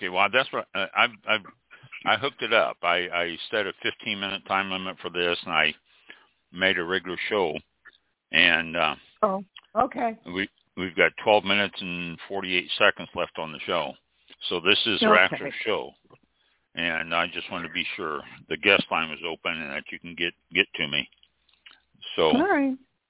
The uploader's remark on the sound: A short program to see if call in will work for guests